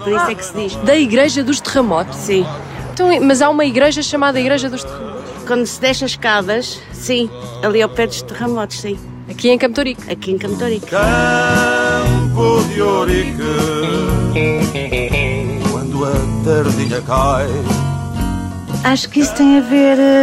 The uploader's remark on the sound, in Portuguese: Campo de Ourique. Gravado nas ruas deste bairro que parece uma pequena cidade.